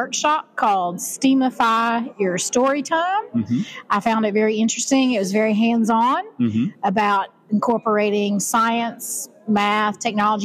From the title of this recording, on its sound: On Location at NCBOLD